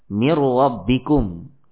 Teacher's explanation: Mir rabbikum, ya, ada tanda tasydid di atas ra yang menunjukkan bahwasanya idgham nun kepada ra adalah idgham yang kamil, yang mana zat pada nun dan sifat-sifatnya itu memang hilang, ya, tidak terbaca. · Term: idgham kamil